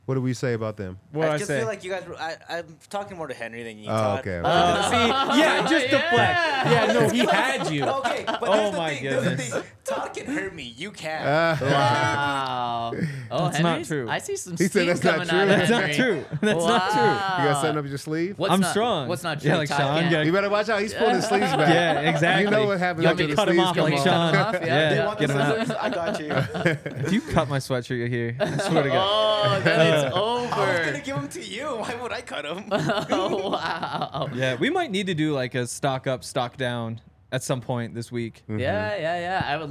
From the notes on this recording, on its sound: coming to you LIVE from the DNVR Bar